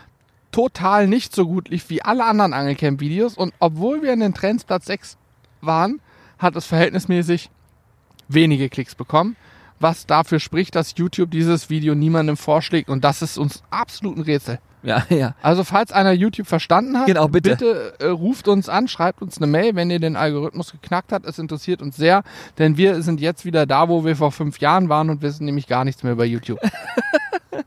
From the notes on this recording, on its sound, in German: Live vom Teich